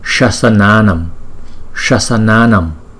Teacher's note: Hai chữ A đầu nè là không có dấu gạch ngang, chúng ta đọc một nhịp. Và hai chữ A sau có dấu gạch ngang trên đầu, chúng ta đọc hai nhịp. Thành thử ra chúng ta đọc là Shasananam, Shasananam.